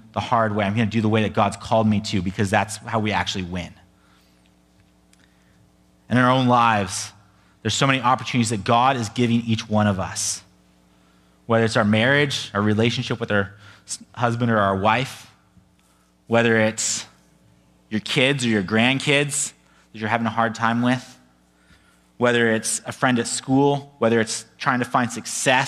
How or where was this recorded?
large echoing room